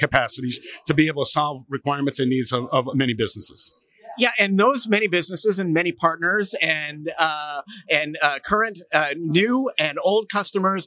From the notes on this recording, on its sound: Live from Metro Connect